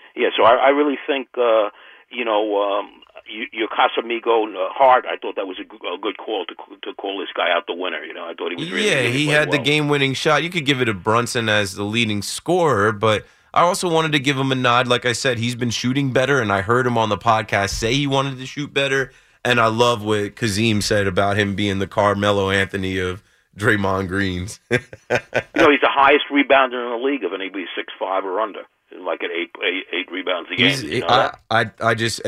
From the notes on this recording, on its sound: Opens the phone lines taking calls ranging from hockey to baseball.